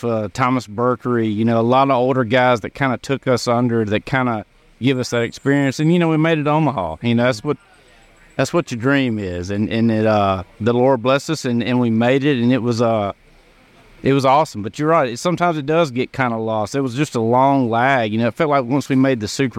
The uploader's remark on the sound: The boys are live at the Neshoba County Fair. Live from admist all the action the fair provides.